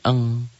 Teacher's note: saat ikhfa, nun atau en-nya ini samar. Samar umumnya ditambah g, jadi eng.